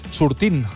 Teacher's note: Sortint, doncs aquesta T que s'escriu doncs no es pronuncia · Term: emmudiment